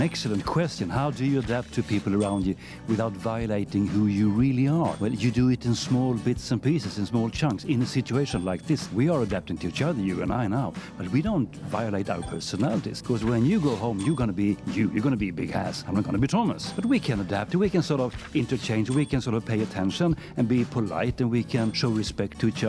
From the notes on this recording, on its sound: Live at SIBF 2023. On the sidelines of his talk.